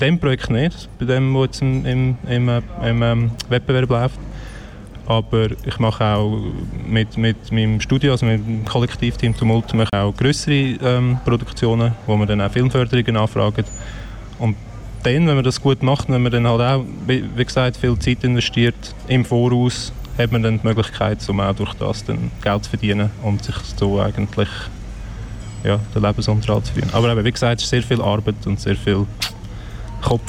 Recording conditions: busy venue